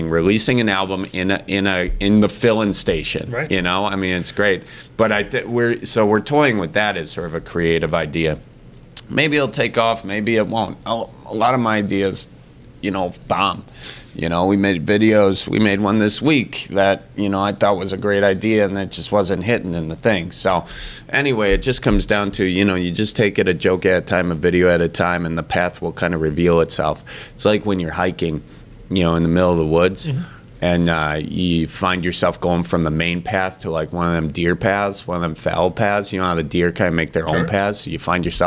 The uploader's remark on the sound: Recorded at Lambeau Field